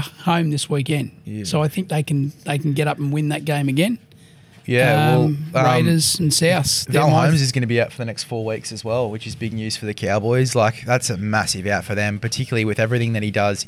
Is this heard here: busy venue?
yes